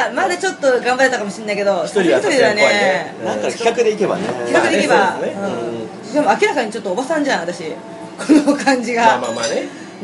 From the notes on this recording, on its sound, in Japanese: 某ステーキハウスにてこっそり収録。閉店間際だってイイからイイから。